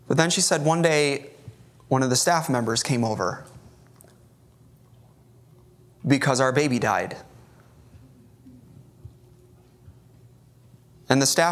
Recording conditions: large echoing room